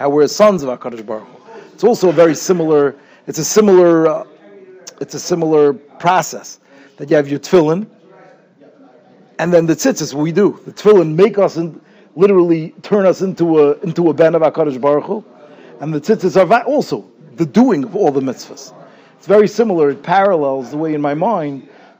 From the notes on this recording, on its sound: Shiur recorded in Yeshivas Ohr Reuven, Monsey, NY.